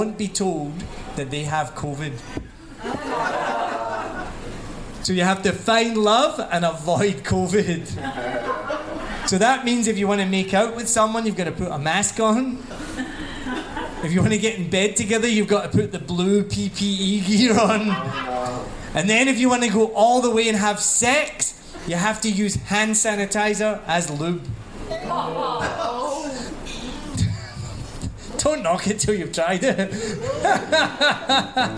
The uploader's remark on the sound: Live at One Night In Saigon. It was an amazing night of comedy.